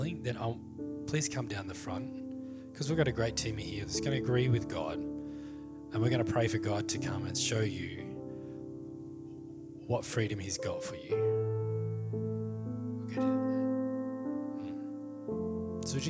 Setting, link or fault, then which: setting, large echoing room